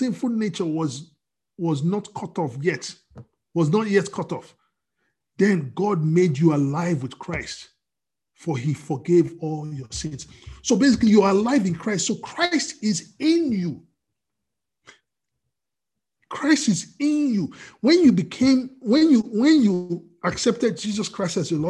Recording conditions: video call